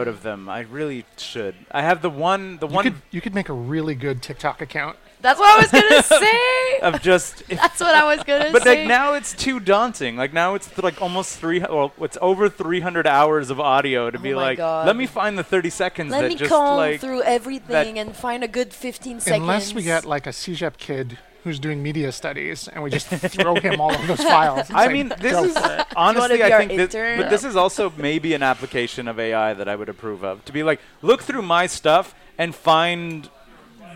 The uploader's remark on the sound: at the back of Grumpy’s to record this podcast